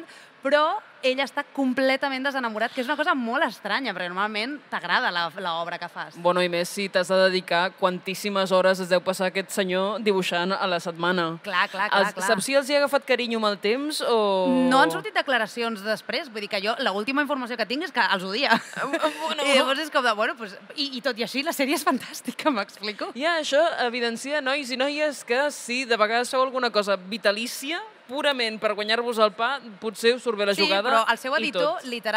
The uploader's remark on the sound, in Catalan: en directe des del MangaBCN 2024